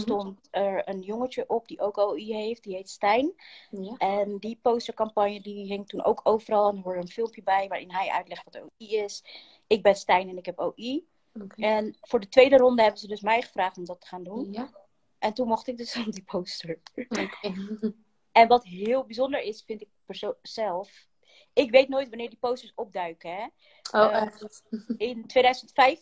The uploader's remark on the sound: Instagram Live